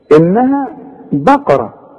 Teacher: النون اللي عليها الشدة لازم تغنى